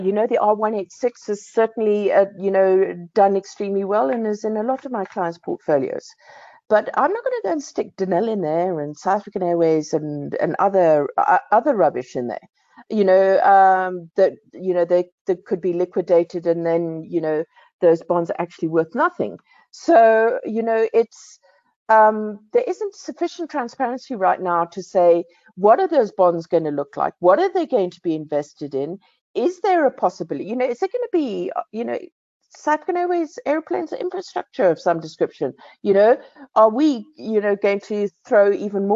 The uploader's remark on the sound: BizNews Finance Friday webinar